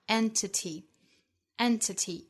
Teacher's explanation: 这里的 entity 三个音节重读在第一个音节上